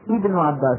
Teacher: فننطق بهمزة مكسورة في البدء